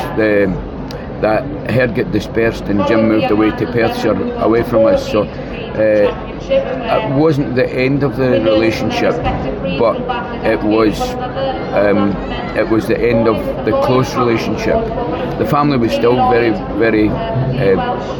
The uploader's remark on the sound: A recording live from the Royal Welsh Show in Builth Wells in this highly spontaneous if not somewhat challenging episode.